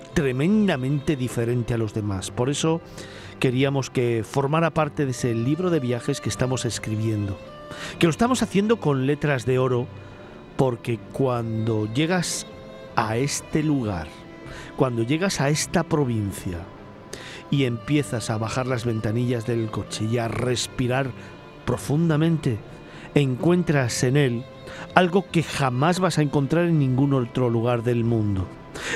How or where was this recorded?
busy venue